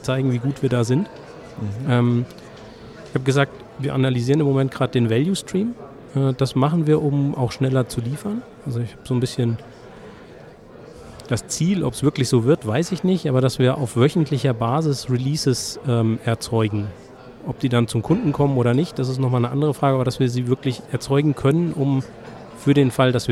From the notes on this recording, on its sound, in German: die auf der DevOpsCon in München im Dezember 2019 aufgezeichnet wurde